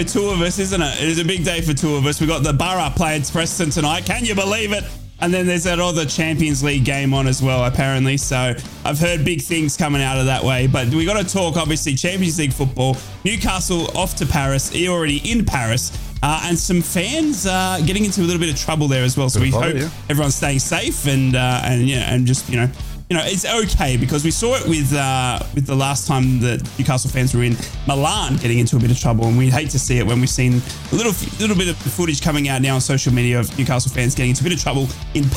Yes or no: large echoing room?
no